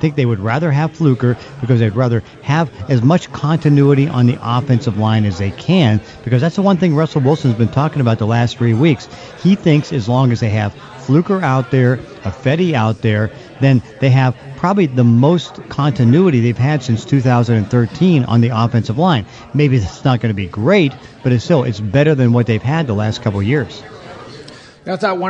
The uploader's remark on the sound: Live at Pearl Bar and Dining for Hawks Live!